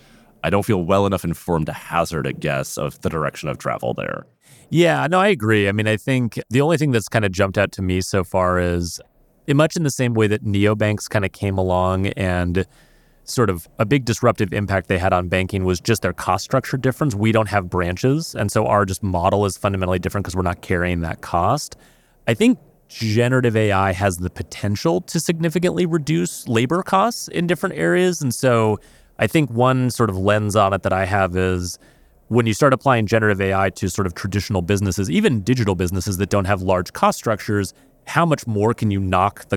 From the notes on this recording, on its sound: Live from Money 20/20 in Las Vegas